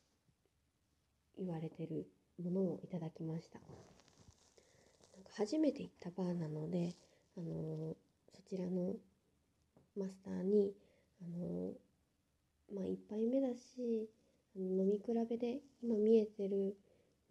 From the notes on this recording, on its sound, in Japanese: Radiotalk。腕にぬいぐるみのえい太くんを抱いていたらいっぱい雑音が入ってしまいました、聞き苦しかったらごめんなさい。